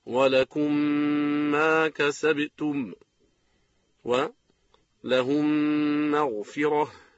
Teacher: الثاني: الإدغام الشفوي، هو إدغام الميم الساكنة بميم بعدها بغنة كاملة، نحو ولكم ما كسبتم ولهم مغفرة، ويسمى أيضا إدغام المتماثلين الشفوية.